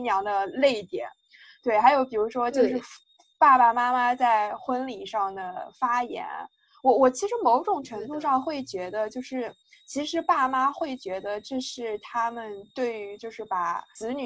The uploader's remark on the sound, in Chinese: 这期节目因为网络连线有杂音。